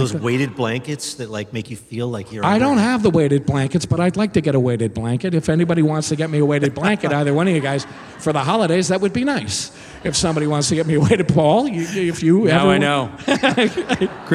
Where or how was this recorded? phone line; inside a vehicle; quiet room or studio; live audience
live audience